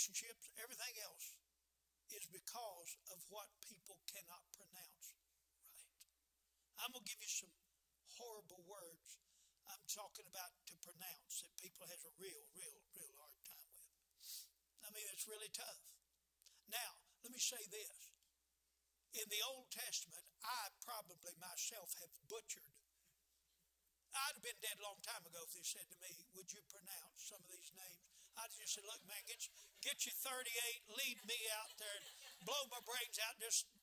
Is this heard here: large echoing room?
yes